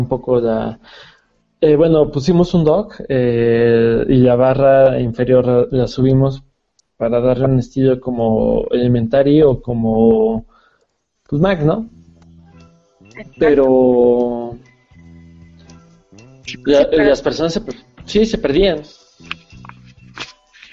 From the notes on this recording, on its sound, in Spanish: Nueva forma de trasmisión en vivo desde Hangout y en vivo en Youtube